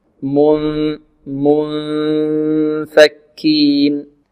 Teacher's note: ننتقل من الميم إلى الفاء مع غنة في الخشوم